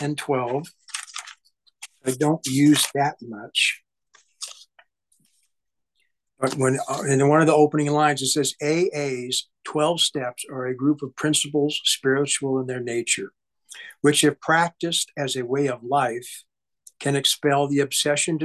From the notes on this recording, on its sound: Grace Group Zoom Meeting. At the Grace Group Zoom Series in Hattiesburg, MS.